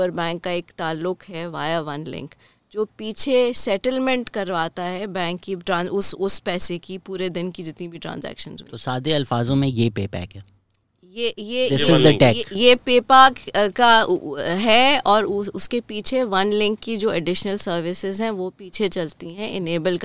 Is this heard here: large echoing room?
no